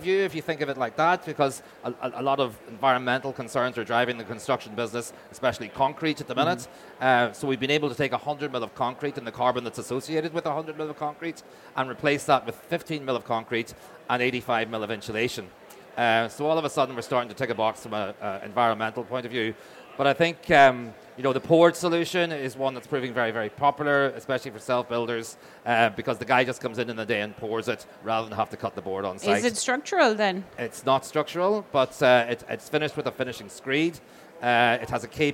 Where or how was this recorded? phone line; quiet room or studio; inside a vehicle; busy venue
busy venue